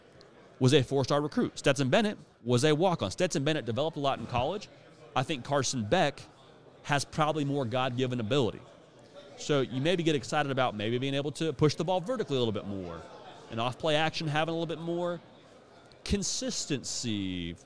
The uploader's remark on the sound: We are LIVE in living color from SEC Media Days in beautiful Nashville, TN.